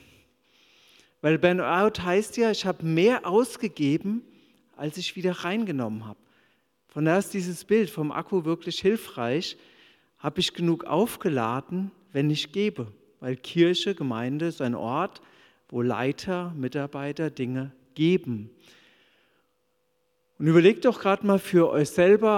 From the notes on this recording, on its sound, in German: Die Aufnahmen sind im Rahmen unseres gemeinsamen Wochenstarts als Angestellten-Team in der Move Church entstanden.